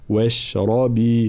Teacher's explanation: كلمة واشربي راء مفخمة، بقية الحروف مرققة، فلا نقول واشربي واش، لا واشربي هكذا.